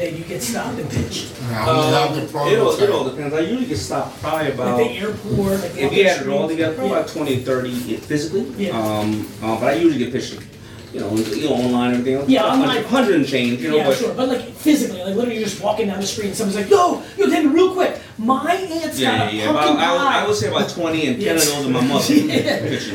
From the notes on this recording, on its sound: We had some audio equipment issues which is why you'll hear it a little different throughout the episode.